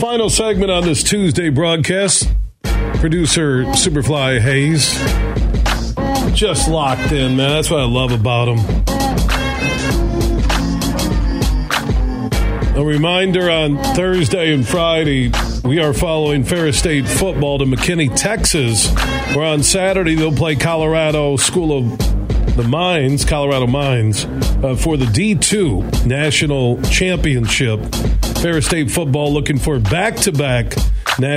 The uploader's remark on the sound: so we took your calls throughout the show